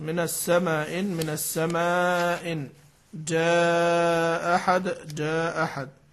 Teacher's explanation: يسقط الأولى أو الثانية منهما، يعني تبقى همزة واحدة · Term: بإسقاط الهمزة